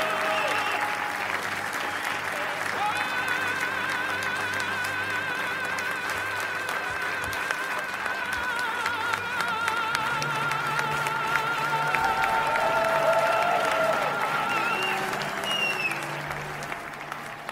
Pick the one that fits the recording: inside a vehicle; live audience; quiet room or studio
live audience